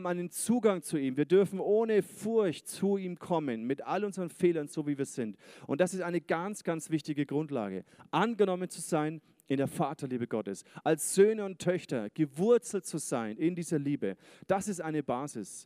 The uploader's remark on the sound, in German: Sonntagsgottesdienst. ICF-Nürnberg.